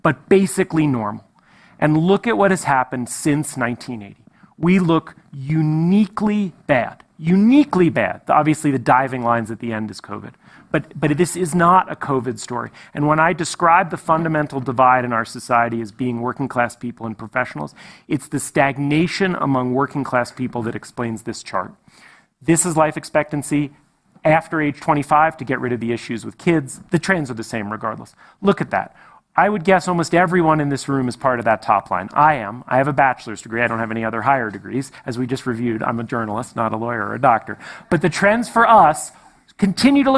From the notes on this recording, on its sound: on stage at the festival